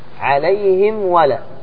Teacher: الواو والفاء هذان الحرفان واو وفاء، واو وفاء هذان الحرفان إذا أتيا بعد الميم الساكنة فعليك بإظهار الميم الساكنة إظهارا بينا قويا. واحذر لدى واو وفى أن تختفي.